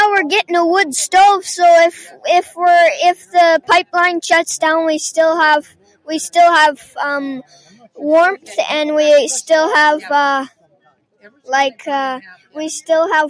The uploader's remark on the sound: Live From the BIG SKIS. Broadcasting the People Live from the visitor center of 100 Mile Horse!